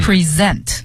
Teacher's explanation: 首先这个 s 是浊辅音，读成 z 的音 · 其次呢它的重音呢是在 zen 这个音节上